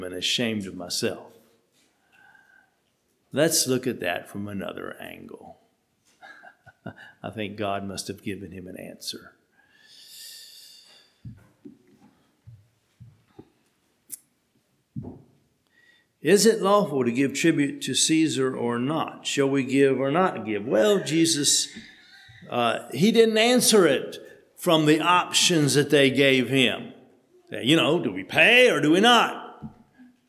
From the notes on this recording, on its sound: Sermon preached at HMC